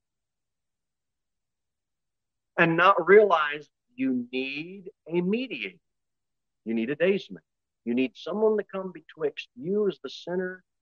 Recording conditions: large echoing room